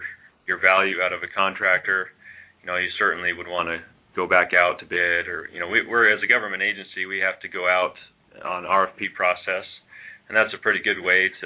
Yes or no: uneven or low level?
no